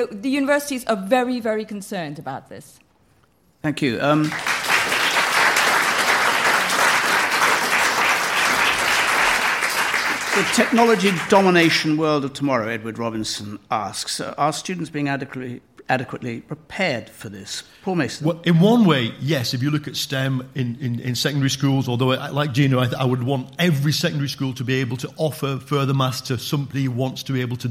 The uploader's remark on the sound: political debate from the Student Union at Aston University